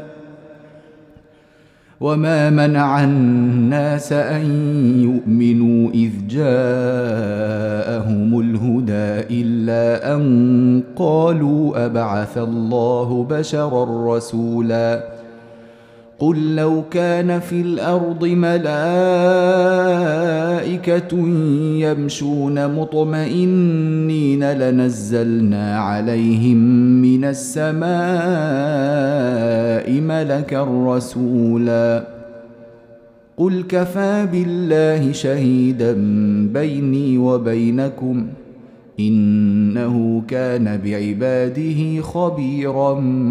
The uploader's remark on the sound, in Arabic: مسجل من صلاة التراويح بمسجد السلام بحي مشرفة بجدة.